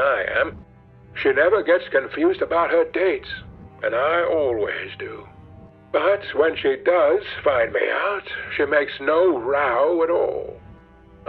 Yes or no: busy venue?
no